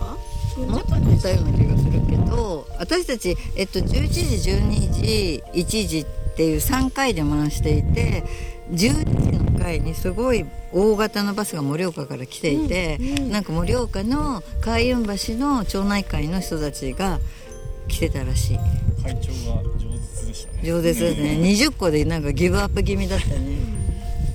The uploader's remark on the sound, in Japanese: 惜しいことに風よけのシェードをつけ忘れてしまったため、山田の牡蠣小屋収録では恒例の放送事故回となってしまいました。最後に聞こえるカモメの声が爽やかです。